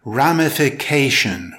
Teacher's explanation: It's pronounced ramification with stress on the 4th syllable